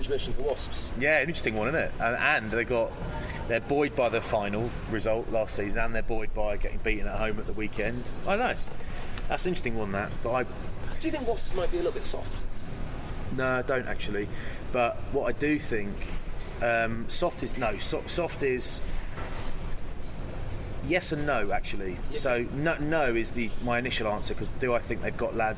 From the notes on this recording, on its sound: In this mildly hungover special recorded in a hotel lobby in the States after a Premiership game in Philadelphia.